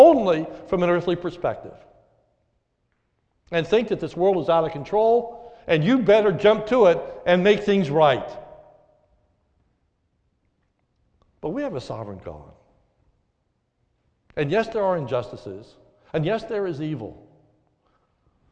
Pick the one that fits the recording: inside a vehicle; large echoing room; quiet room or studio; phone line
large echoing room